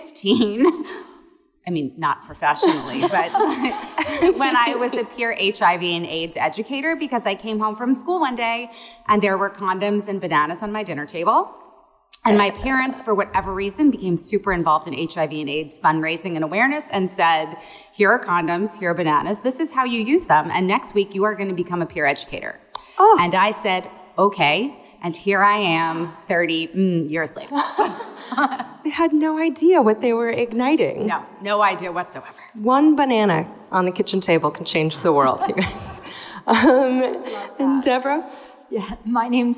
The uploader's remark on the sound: Live talks from the Sensing Woman 2022: A multisensory event that took place at C24 Gallery in Chelsea, New York City. Live talks from the Sensing Woman 2022: A multisensory event that took place at C24 Gallery in Chelsea, New York City.